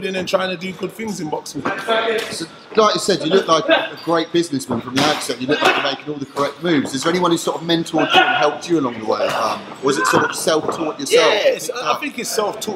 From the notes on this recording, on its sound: Video Interview. Please Excuse The Background Noice, It Was Really Busy In The Gym.